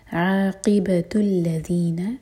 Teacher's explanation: قاف حلق سے اور قاف کے نیچے کسرہ تو قی آواز آنی چاہیے عاقبت الذین من قبل قاف کے لیے اخفاء با پر قلقلہ